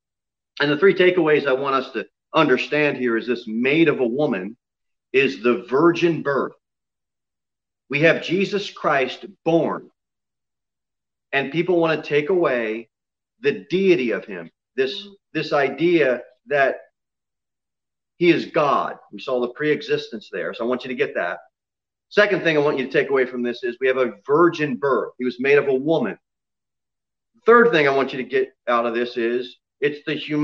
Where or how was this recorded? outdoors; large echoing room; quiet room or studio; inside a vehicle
large echoing room